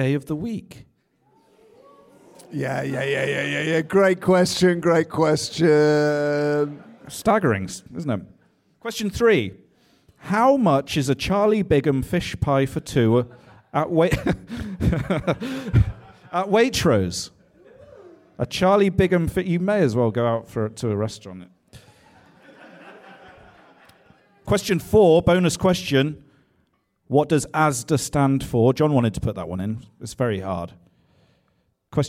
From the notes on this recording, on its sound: Having live music at The Moon Under Water has always been a point of contention with our guests. Our final live episode.